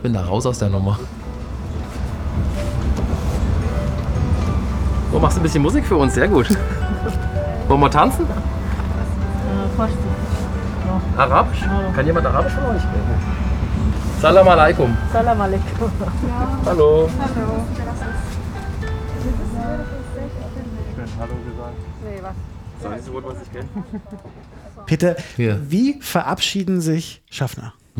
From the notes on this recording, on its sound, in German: Das haben wir im Zug